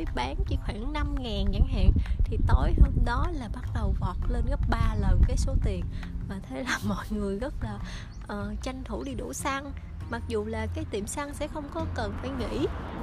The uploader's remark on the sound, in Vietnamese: Sinh nhật ngay ngày New Zealand lockdown lần 2. Mong các bạn thông cảm cho chất lượng âm thanh nha vì mình cầm điện thoại ra ngoài trước cửa nhà thu âm vì muốn lưu lại âm thanh của những ngày lockdown. Đôi khi âm thanh nền sẽ ồ ồ vì là tiếng xe chạy vèo qua.